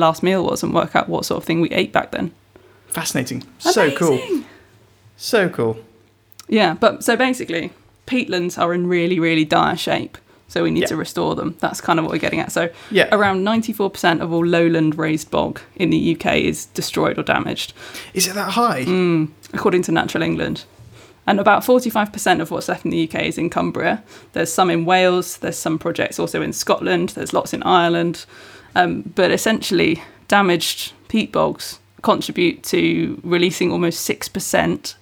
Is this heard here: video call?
no